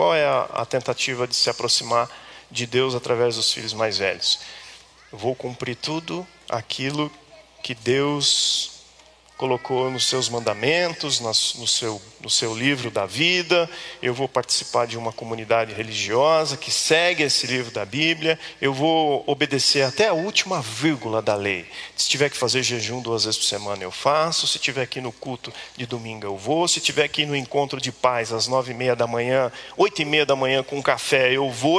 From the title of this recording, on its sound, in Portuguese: Culto ao vivo IBMorumbi